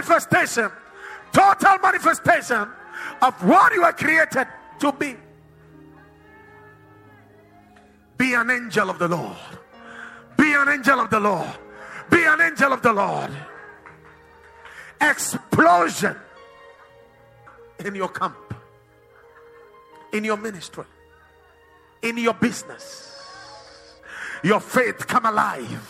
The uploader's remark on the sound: Preached at The Watered Garden Church.